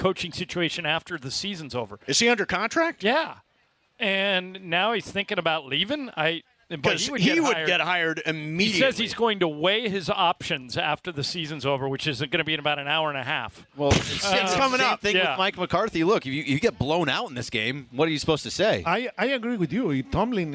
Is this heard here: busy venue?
yes